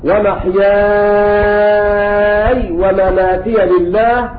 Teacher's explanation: قرأ بإسكان الياء مع المد المشبع ست حركات